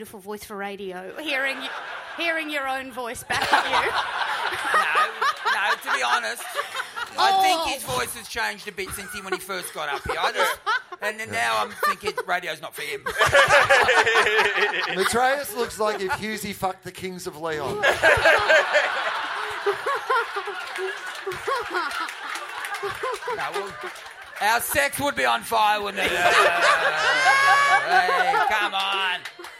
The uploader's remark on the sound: It's the final week of our month-long stint of live shows in Melbourne